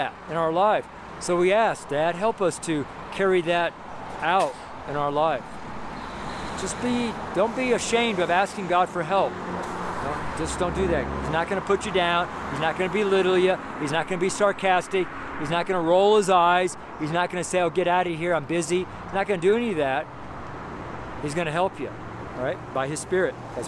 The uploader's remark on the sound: MONDAY STREET SERMON. Preached at Baseline & Broadway in Boulder, Colorado.